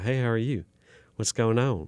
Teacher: I can let my soft palate flatten. And I start getting Oklahoma twang. This starts to become Oklahoma cowboy.